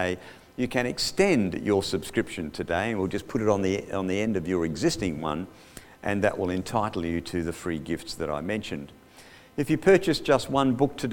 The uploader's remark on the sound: Audio recorded live at The King's Way Christian Fellowship, Wantirna, Melbourne, Australia.